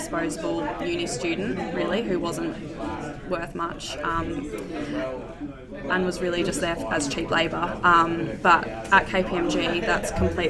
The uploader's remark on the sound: This week we bring you a special podcast recorded right after our event with KPMG!